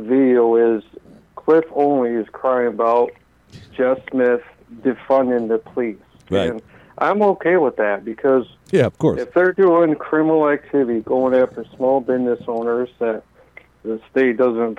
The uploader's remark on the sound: Called in today to say HE'S the Real Conservative in the race vs.